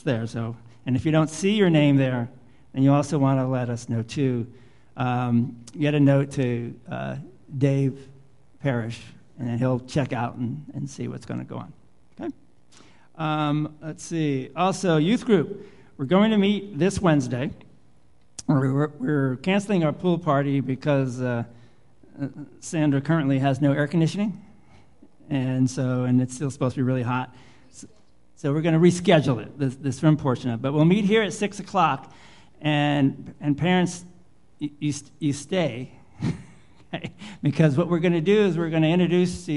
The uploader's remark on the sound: Live Worship Service